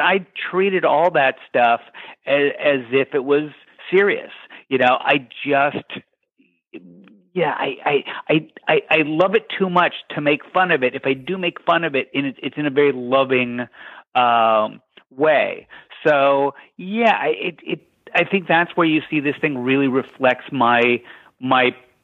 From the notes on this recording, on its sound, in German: in einem Telefoninterview